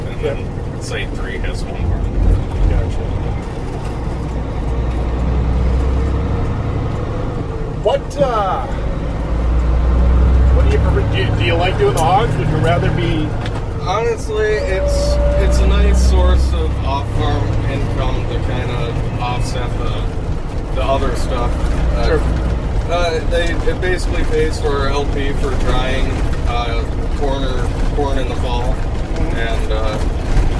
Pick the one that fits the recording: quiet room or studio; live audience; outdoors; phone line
outdoors